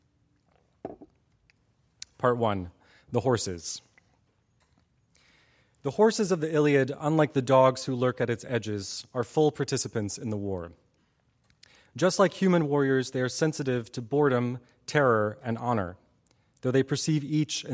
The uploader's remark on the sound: Audio recording of a lecture delivered on September 9, 2016. As part of the Formal Lecture Series.